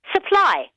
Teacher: Das ist der Schwa-Laut, obwohl wir mit U schreiben.